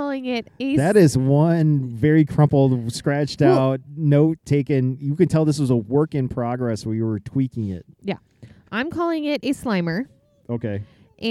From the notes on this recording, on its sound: Take the show on the road, so to speak, opting to record around the family fire pit. If recording outdoors in close proximity to open flames didn't up the degree of difficulty enough, add to the mix their four kids busily making s'mores.